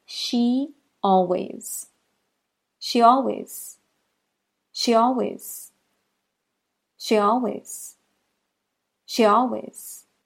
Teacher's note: After a long sound, your lips will be pulled back far enough to create a Y glide or liaison.